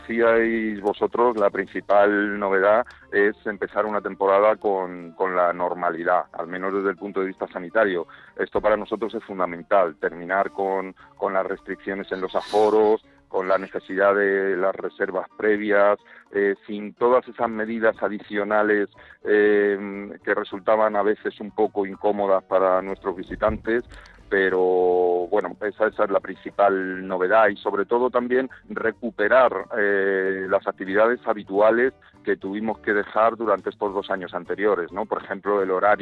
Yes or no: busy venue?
no